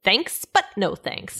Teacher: Well, you're kind of, well, first of all, with thanks, it's always like, thanks, like, and thanks, then a little pause. No, it's like you're going up and down